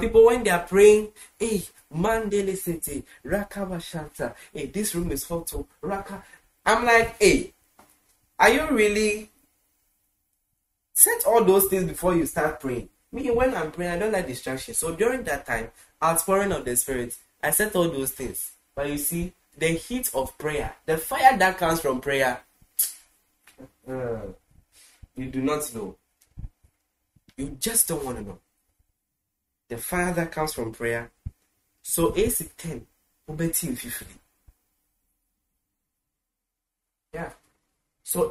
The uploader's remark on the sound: Preached at the The Super Wednesday Midweek Service, Accra, Ghana.